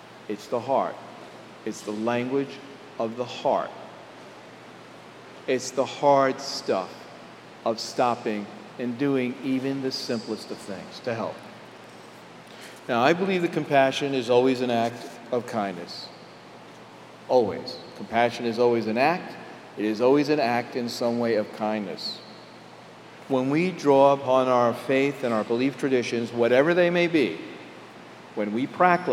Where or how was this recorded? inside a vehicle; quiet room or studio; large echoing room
large echoing room